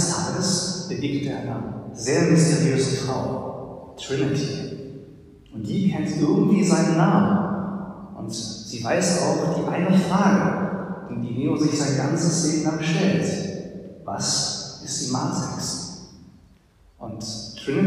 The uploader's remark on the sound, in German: Der Podcast ist eine Aufnahme aus einem Gottesdienst.